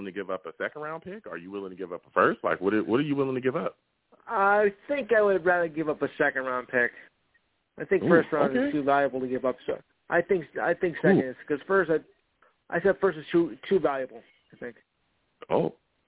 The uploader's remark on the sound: I also take live callers!